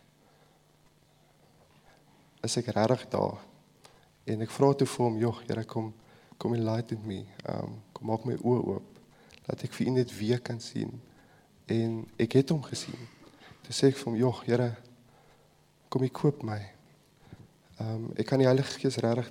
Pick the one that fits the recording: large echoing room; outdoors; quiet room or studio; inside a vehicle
large echoing room